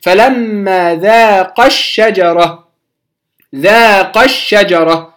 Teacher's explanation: حذفوا الألف الأولى للتخلص من التقاء الساكنين، فصارت قافا متحركة بالفتح بعدها شين ساكنة مباشرة